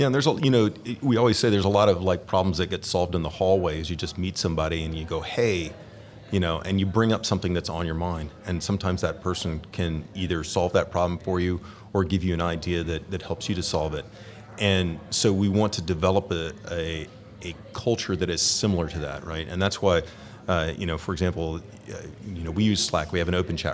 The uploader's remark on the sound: Live From Agile Midwest.